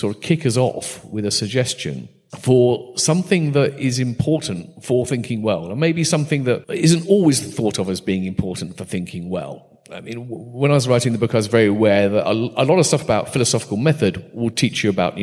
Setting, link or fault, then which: setting, live audience